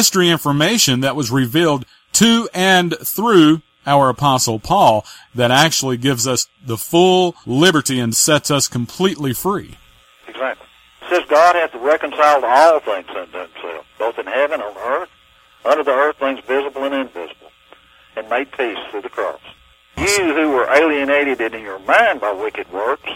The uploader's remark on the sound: LIVE CALL